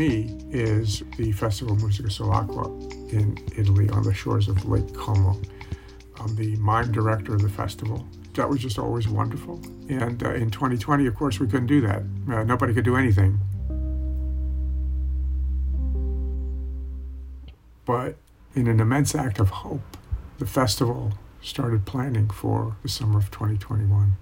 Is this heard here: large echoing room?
no